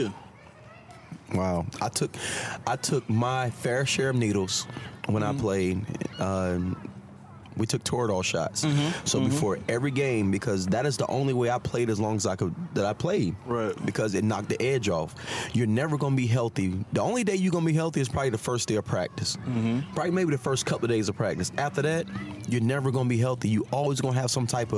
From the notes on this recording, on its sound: in this episode we outside at The Premier Sports Academy watching the kids play on this beautiful day